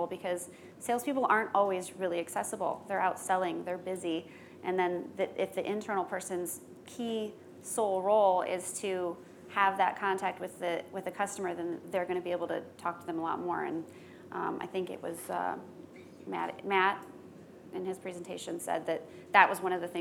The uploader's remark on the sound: Today's skucast episode was recorded at skucamp